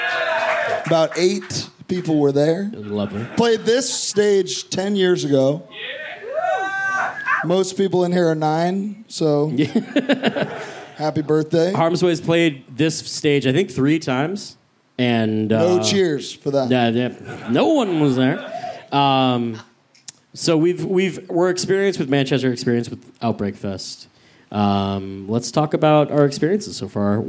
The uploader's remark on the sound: Live at Outbreak Fest (Manchester, UK). To everyone in attendance.